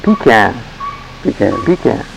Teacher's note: there's pretty much emphasis on the first syllable